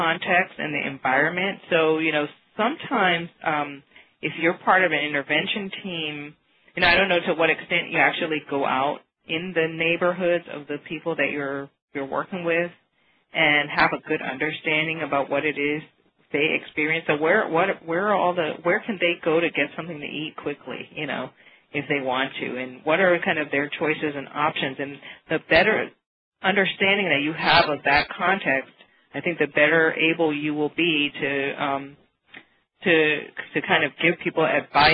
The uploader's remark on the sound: May 2009 Author in the Room® Teleconference